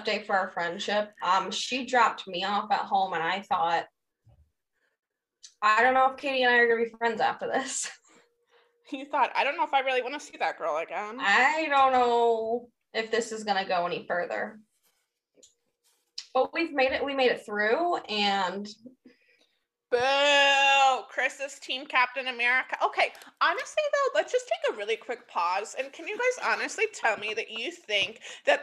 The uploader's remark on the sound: Horrific audio quality.